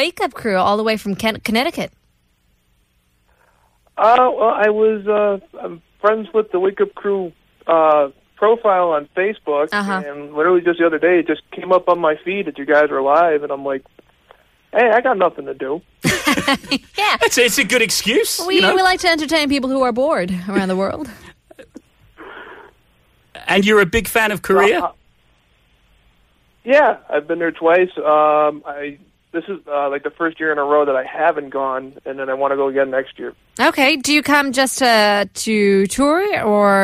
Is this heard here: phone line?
yes